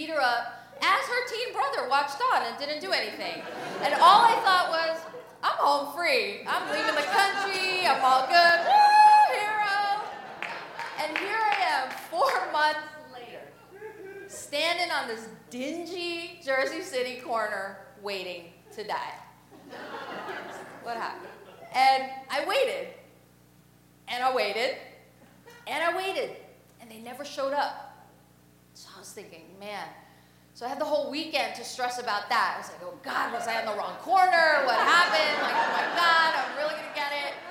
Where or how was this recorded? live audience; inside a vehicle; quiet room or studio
live audience